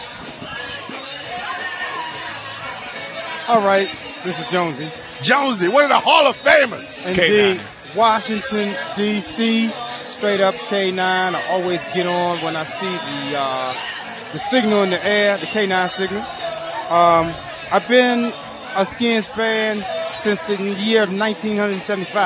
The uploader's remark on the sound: Live from the Burgundy & Sold Party.